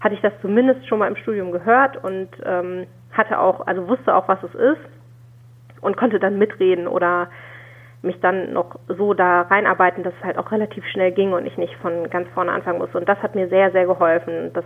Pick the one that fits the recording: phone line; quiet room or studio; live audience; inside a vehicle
phone line